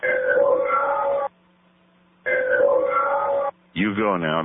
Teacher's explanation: It's very whispery and breathy.